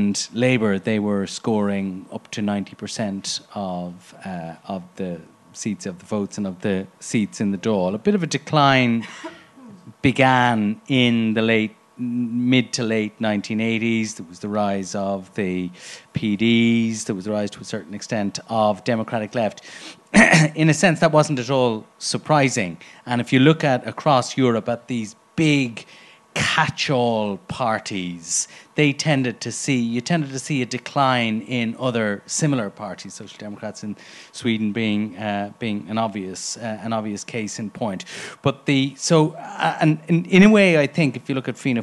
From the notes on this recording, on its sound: Live at the Dublin Podcast Festival. In front of a live audience at The Workman's Club in Dublin.